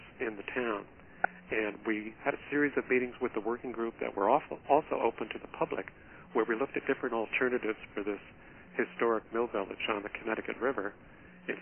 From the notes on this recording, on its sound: Listen to this call recording